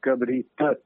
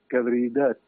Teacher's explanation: aquestes T's, quan queden en posició entre vocals, se solen sonoritzar · Shown in: second take · Sonoritzar vol dir que passen de set. · Term: sonorització